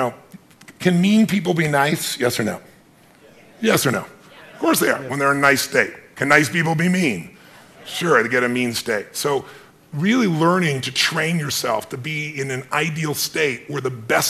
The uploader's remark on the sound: Special Podcast, Live From The Genius Network